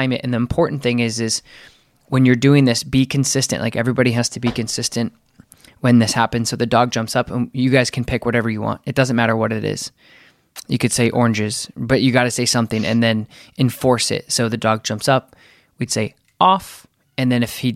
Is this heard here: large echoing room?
no